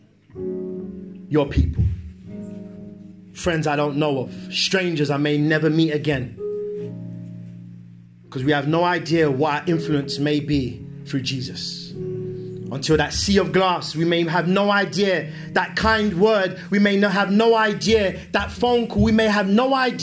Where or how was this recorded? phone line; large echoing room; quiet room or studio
large echoing room